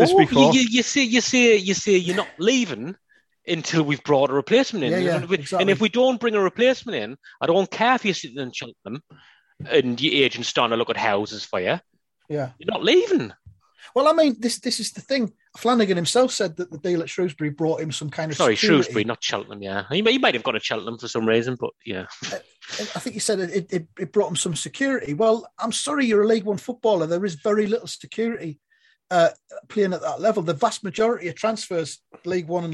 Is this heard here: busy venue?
no